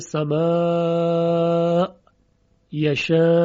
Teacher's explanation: پس ابو عمرو مد متصل رو به توسط خونده، حدود چهار حرکت یا دو الف مدی در حقیقت.